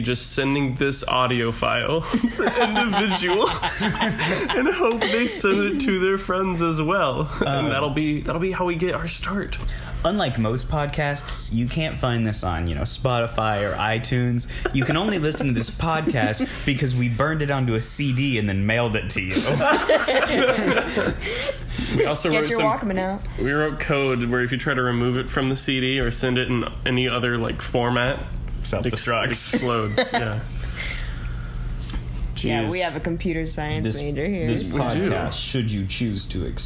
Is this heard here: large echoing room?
no